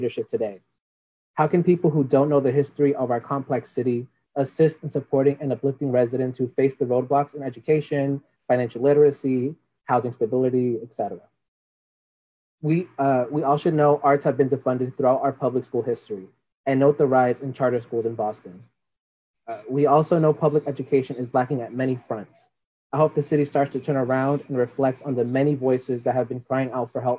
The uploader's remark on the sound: We will hear from members of the trans and the non-binary community at the City of Boston virtual Trans and Non-binary Town Hall. This town hall collected written and oral testimony specifically from trans, nonbinary, genderqueer, and gender-expansive individuals currently living in the Greater Boston area.